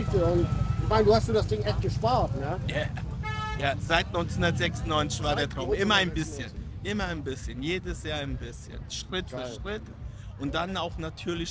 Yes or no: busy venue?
yes